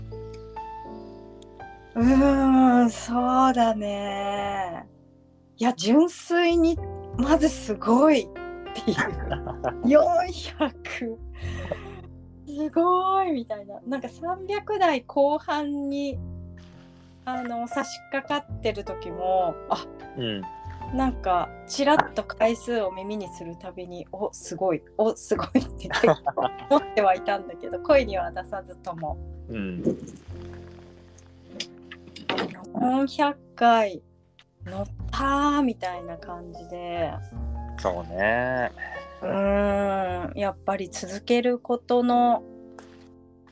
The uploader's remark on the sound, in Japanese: 山中湖の森で焚き火の番をしながらの収録。二人のその自然体な過ごし方がそのまま声と音に残った。